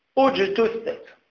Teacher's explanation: عندك الحرف الثالث كيف هو؟ مضموم، إذن تضم الهمزة